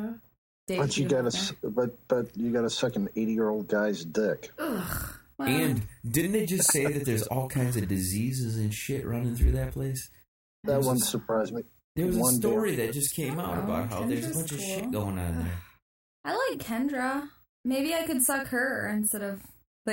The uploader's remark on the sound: This is a shitty echo chamber edition.